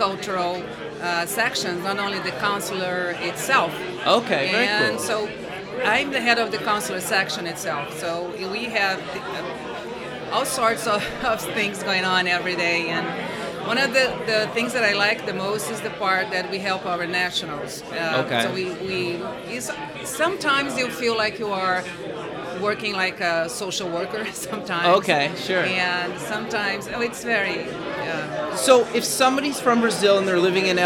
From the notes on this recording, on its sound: Live at the MEAs.